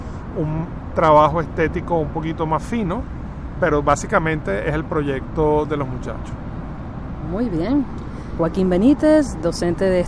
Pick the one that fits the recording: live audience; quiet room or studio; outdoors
outdoors